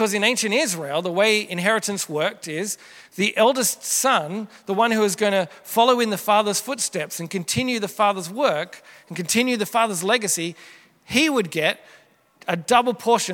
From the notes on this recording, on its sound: Originally preached at Merri Creek Anglican Church in August 2023